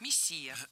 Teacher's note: ударение в этом слове падает на второй слог